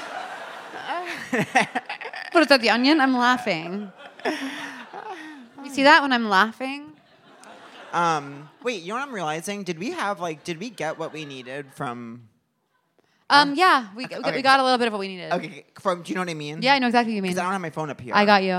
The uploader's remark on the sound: Seek Treatment Live: The Bell House. Live from The Bell House in Brooklyn.